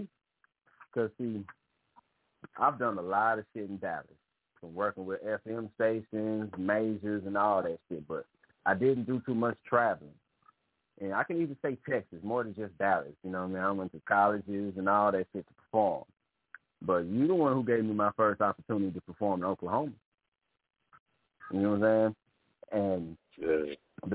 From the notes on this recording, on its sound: Tonight show we gone open the lines up for you to call in and POP YOUR WORK!